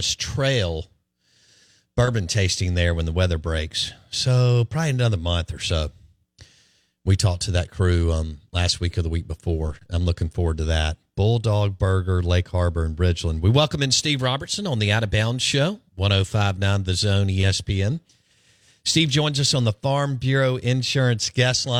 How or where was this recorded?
phone line